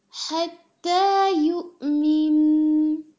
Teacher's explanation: نون پر غنہ کریں گے نا ہم، آواز ٹھہرائیں گے تو یہ بہت کلیئر اچھی طرح ہوں، حق ادا ہو، جیسے یہ جلدی میں نہ ہو۔